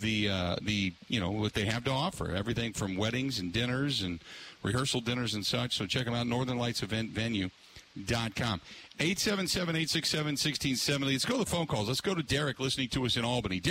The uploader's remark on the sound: Live at Road America, and had a wild and wet (literally) night.